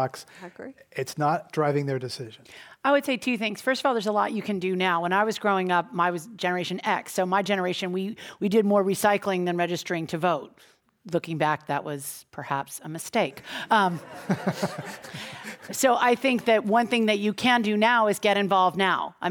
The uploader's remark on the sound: This program was recorded live at The Commonwealth Club in San Francisco on March 1, 2018.